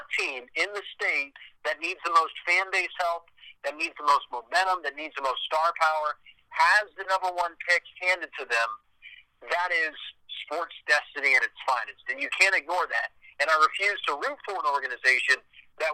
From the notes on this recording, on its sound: talked via phone